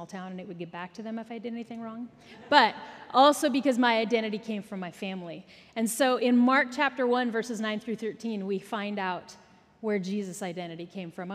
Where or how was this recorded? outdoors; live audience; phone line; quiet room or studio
live audience